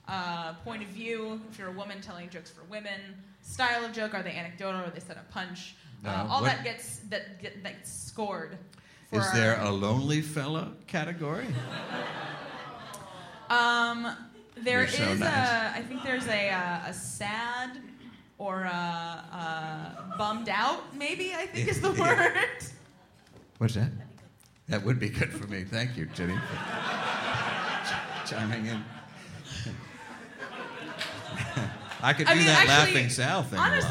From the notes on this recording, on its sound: a fantastic live show direct from the 14th Annual SF Sketchfest